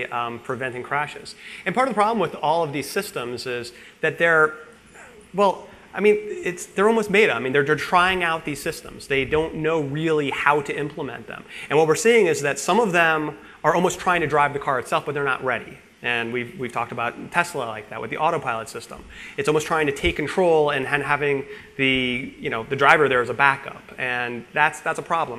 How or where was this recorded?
live audience